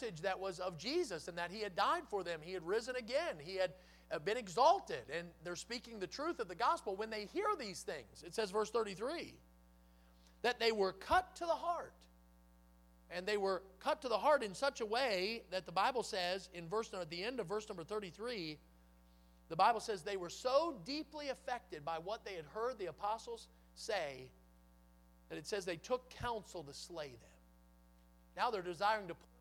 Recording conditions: large echoing room